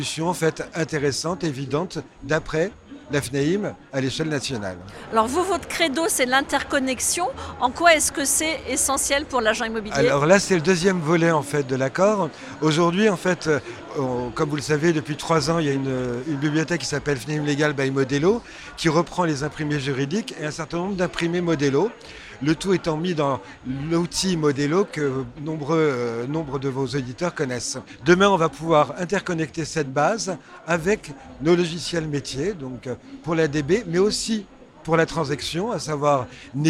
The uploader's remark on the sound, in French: Cette interview a été enregistrée en live du salon RENT.